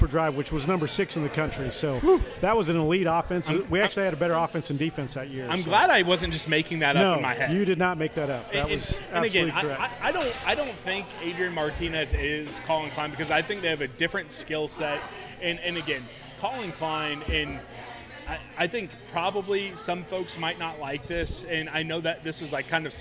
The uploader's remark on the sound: Live from Manhattan Brewing Company.